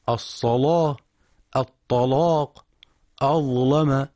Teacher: وقرأ بتغليظ هذه اللامات من القراء ورش عن نافع